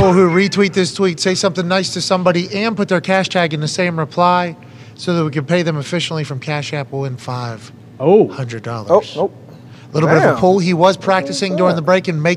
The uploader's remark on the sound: LIVE From The ThunderDome.